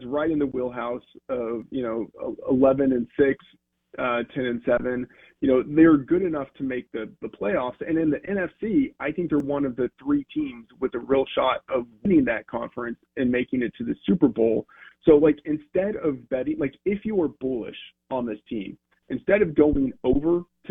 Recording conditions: phone line